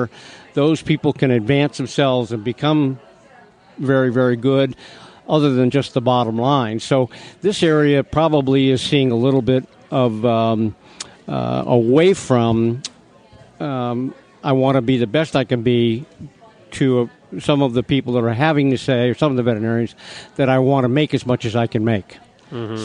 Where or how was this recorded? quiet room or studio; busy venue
busy venue